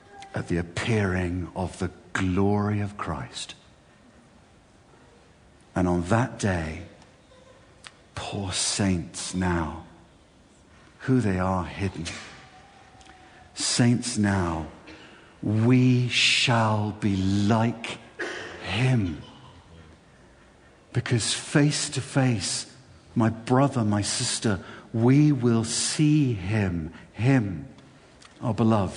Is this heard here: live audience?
yes